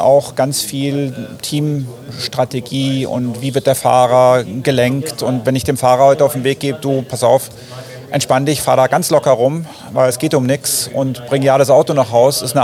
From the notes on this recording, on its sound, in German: Live von der Rennstrecke!